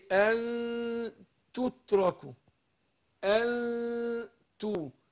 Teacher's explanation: النون باقيه اهي والتاء باقيه بعدها، الاثنين مرحوش في بعض، بس انا بخفي النون في نفسها مع الغن حركتين · Term: الاخفاء